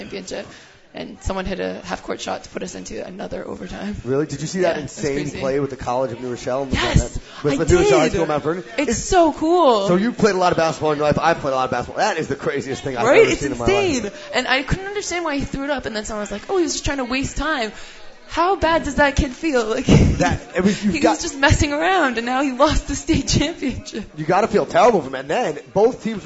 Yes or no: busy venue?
yes